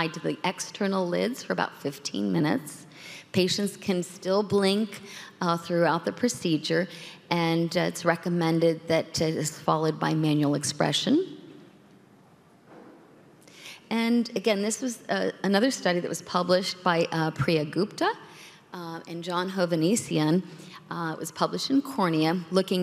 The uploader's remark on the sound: This content was captured during a live symposium.